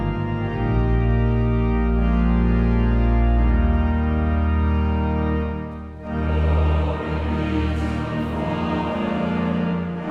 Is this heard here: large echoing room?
yes